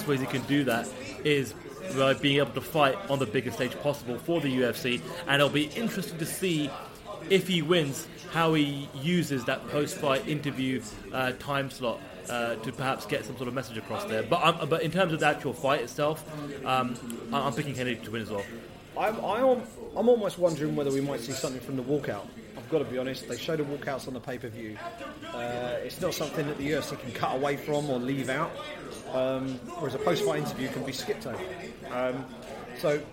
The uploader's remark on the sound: watched the action unfold from the viewing party at the Grosvenor Casino Russell Square in London